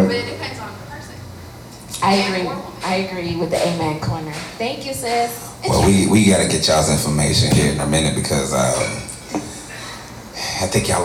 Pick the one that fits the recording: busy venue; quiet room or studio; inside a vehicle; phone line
busy venue